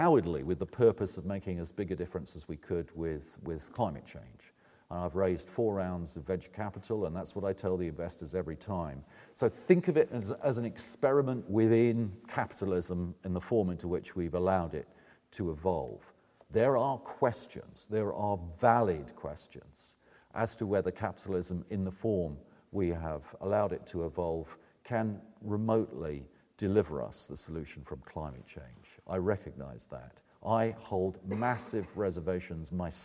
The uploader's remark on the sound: presents the closing keynote speech for the Oxford Climate Forum 2010